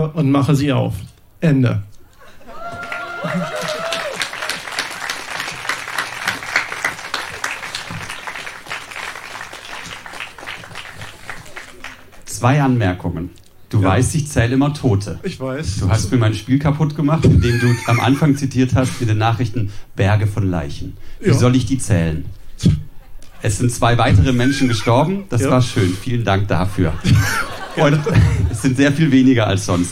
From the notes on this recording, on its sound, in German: Im Kulturhaus Insel der Jugend, Berlin Auswahl der Beiträge von der „texte von gestern“-Liveshow. Heißen Dank an das Kulturhaus Insel, unser tolles Publikum.